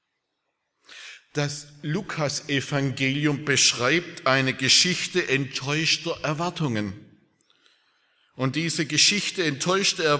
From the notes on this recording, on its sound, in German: aus dem Gottesdienst der Liebenzeller Mission